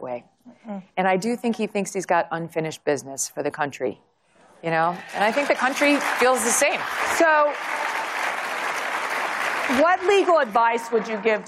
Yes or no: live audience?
yes